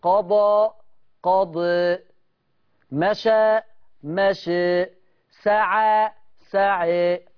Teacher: لما تلاقوا الألف على ياء يبقى فيها فتح وتقليل